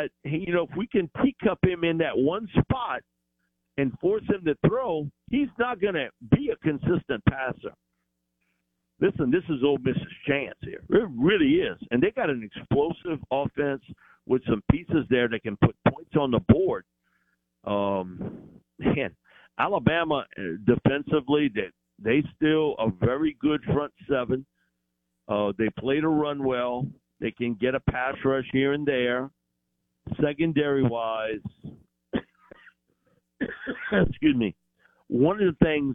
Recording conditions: phone line